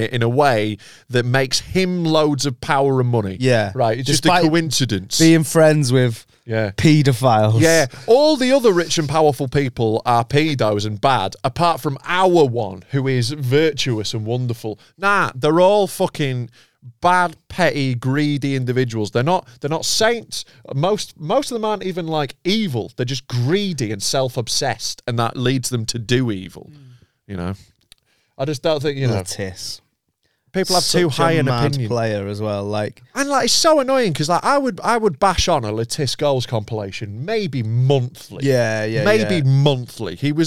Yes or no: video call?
no